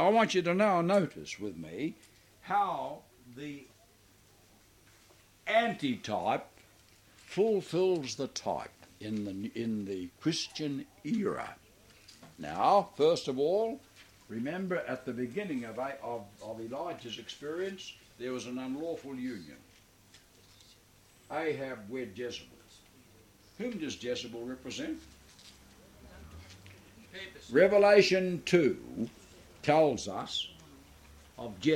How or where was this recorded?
large echoing room